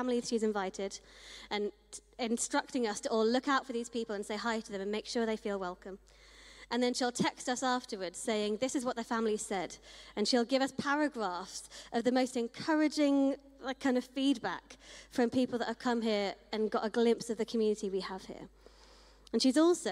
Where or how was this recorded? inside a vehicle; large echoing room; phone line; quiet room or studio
large echoing room